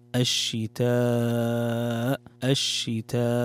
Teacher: عندنا مد متصل يمد بمقدار 4 حركات